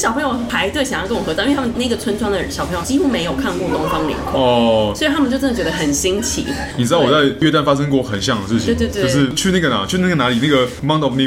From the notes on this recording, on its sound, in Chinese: 本集白噪音指數：蚊風級 1/5。帶著老公及小女兒親臨錄音現場。錄音地點： The Gathering Cafe 齊客咖啡。